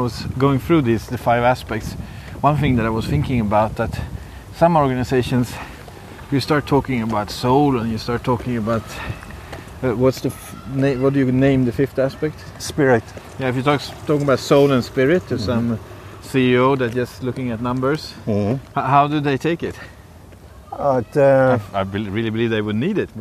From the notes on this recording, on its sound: In this episode, I go walking and talking